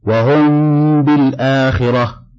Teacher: وجه تسميته إخفاء شفويا: وأما تسميته إخفاء فلإخفاء الميم عند ملاقاتها بالباء للتجانس بينهما مخرجا وصفة، وأما تسميته شفوية فلأن الباء والميم يخرجان من الشفتين، وهذه التسمية على القول المختار من أهل الأداء. · Term: الإخفاء الشفوي